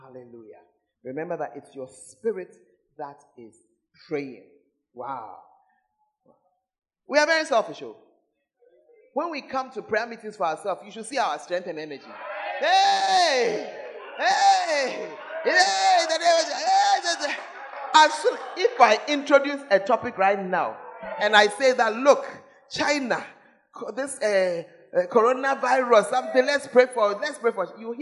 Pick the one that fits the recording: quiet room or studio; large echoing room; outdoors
large echoing room